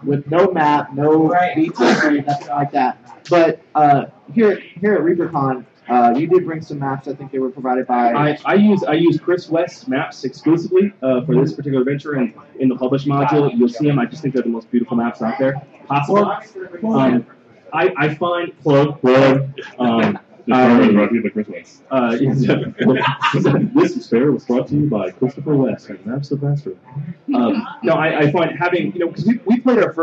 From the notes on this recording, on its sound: Live From Reapercon 2013. Broadcast live from the floor of Reaper Tower, site of Reapercon 2013.